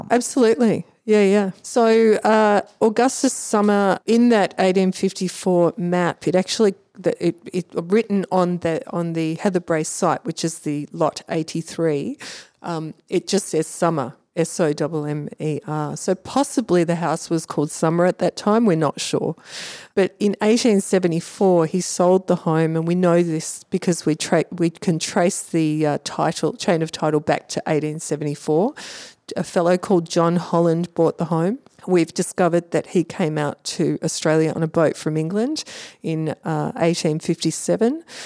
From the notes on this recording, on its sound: This episode was recorded in Heatherbrae’s external washhouse, which remains untouched from when it was first built in the 1850's.